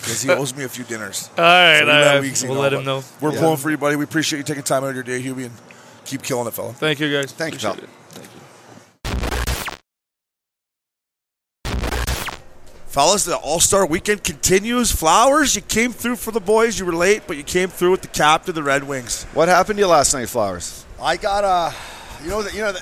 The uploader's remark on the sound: These interviews were recorded over All-Star Weekend on the Las Vegas Strip